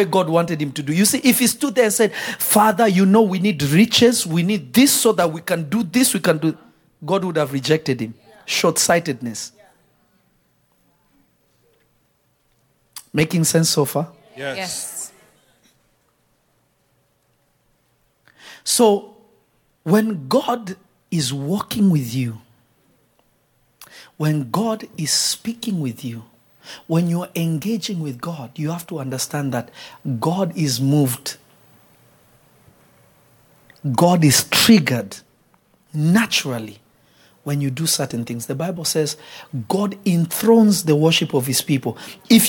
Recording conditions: large echoing room